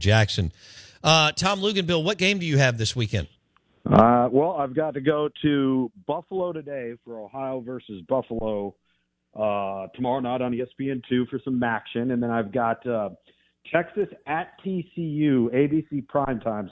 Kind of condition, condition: link, phone line